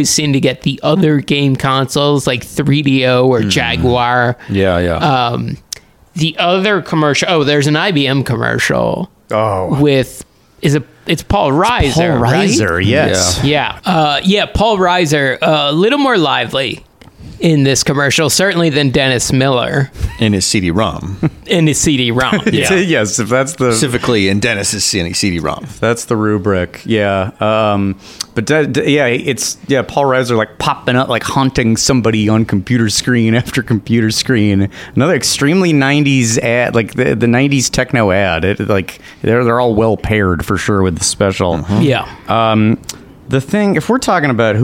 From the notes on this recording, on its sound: Live from Universal Studios Hollywood!